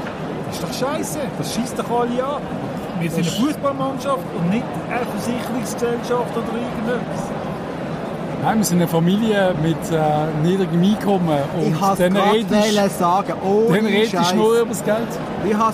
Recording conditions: busy venue